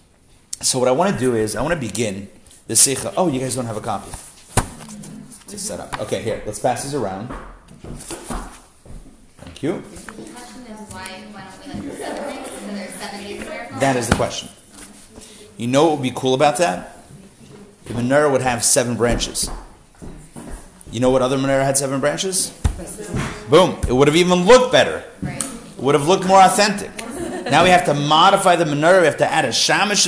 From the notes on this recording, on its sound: Recorded live at The Torah Center ATL